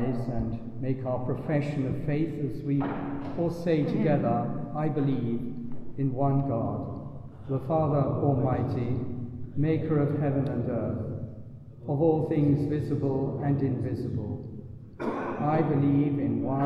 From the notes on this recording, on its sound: Recorded in the Blessed Sacrament Chapel at Buckfast Abbey on 1 November 2023.